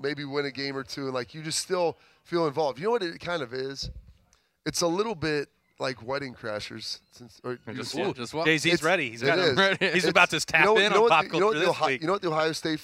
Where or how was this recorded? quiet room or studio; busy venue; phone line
busy venue